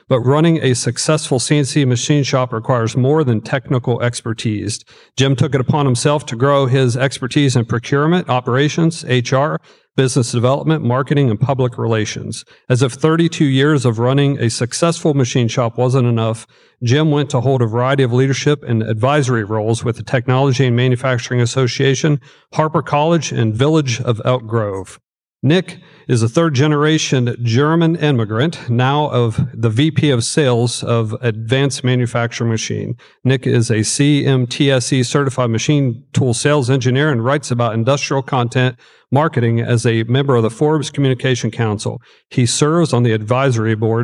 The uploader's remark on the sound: Today’s episode of MakingChips is recorded at a special LIVE Tri-State Manufacturing Alliance (TSMA) event in conjunction with the Evansville Regional Economic Partnership.